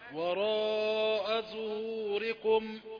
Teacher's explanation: واو رقيقة والراء مفخمة